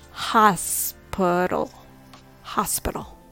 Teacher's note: Remember, the stress is on the first syllable, hos. Use the schwa sounds for the second and third syllables, p-ro.